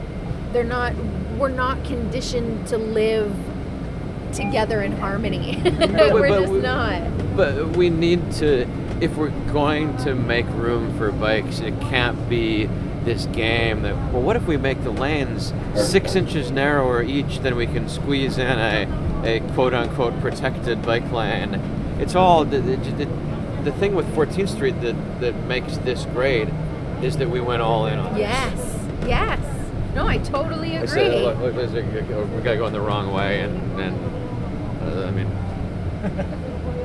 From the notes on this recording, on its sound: on board the M14 crosstown bus